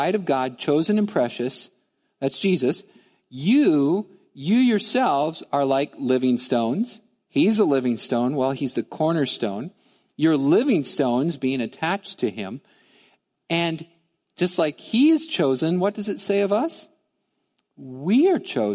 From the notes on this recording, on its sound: Midland Evangelical Free Church Sermon Audio